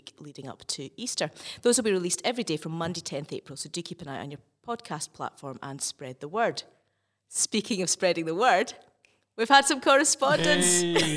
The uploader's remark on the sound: In this specially-recorded in-person episode. This episode was recorded in Aberfeldy Church.